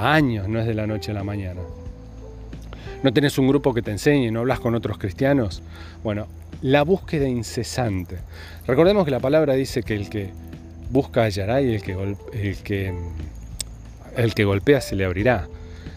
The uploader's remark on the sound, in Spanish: Lo grabo cuando salgo a pasear al perro a eso de las 11.00PM. Van a escuchar algunos ruidos de la naturaleza en las estepas de savanah tropical, tambien algunos ruidos de autos, grillos,Etc.